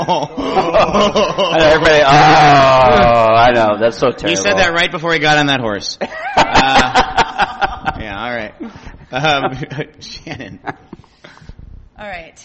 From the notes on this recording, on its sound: We were joined on the panel and in the audience by the Seattle Majestics women's tackle football team.